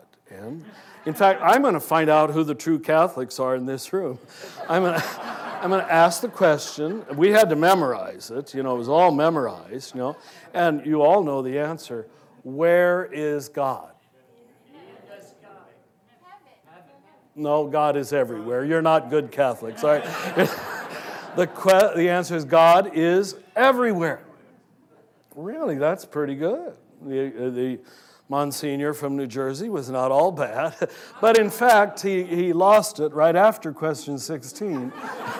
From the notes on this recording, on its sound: From two SAND Conferences recorded before live audiences.